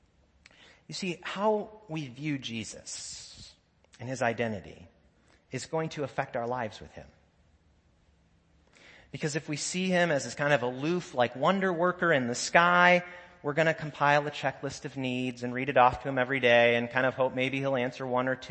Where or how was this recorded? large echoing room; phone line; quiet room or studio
large echoing room